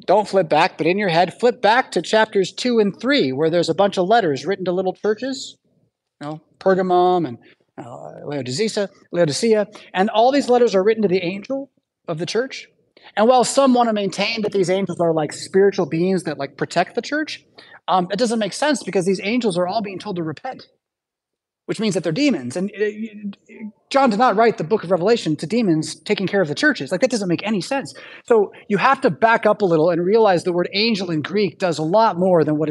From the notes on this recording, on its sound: Preached at St Paul Lutheran Church , Rockford, Illinois on Sunday July 16th, 2023.